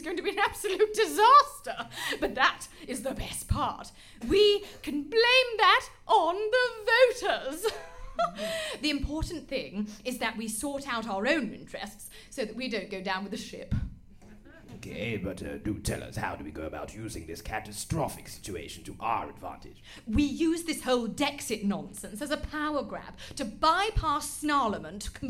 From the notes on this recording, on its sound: DEXIT: Demonic Exit was recorded in front of a live audience at The Comedy Store.